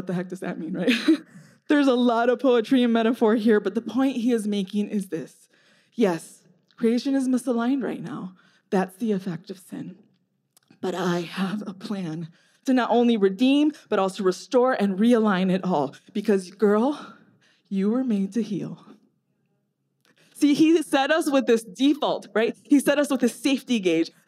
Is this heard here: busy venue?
no